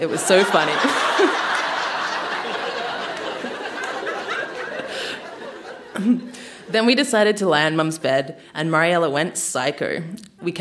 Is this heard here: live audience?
yes